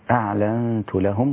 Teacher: الإخفاء في النون الساكنة مع التاء